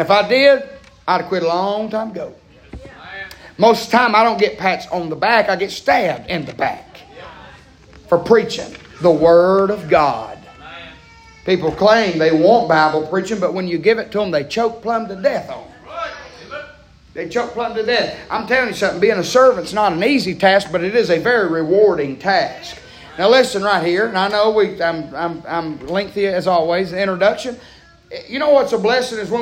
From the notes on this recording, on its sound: Preaching live from Still Water Baptist Church.